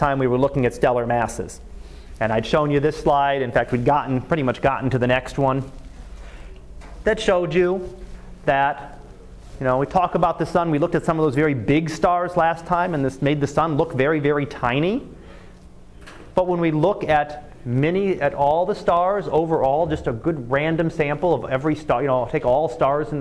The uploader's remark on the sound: Live Class Lecture.